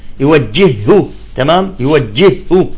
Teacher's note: هاء ساكنة وهاء متحركة، تم عملية الإدغام